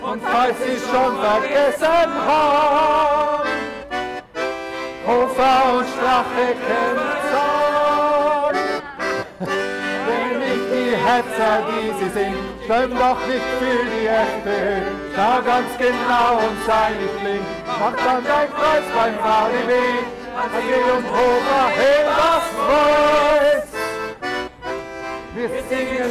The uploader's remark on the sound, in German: Stimmen von den Straßen Innsbrucks. Aufgenommen im November 2016 bei Gedenkfeiern und Demonstrationen. Chorproben vor dem Goldenen Dachl und der Annasäule.